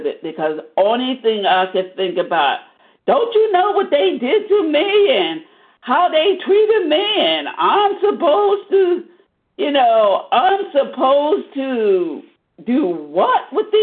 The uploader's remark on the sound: 100 Pounders Phone Meeting.